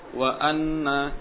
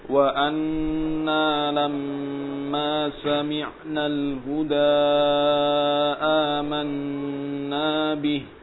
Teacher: Wa anna ya, ketika ditasydid nun sukun maka dia muncul ghunnah dan gunah tersebut ditahan agak lama, jadi enggak langsung lepas.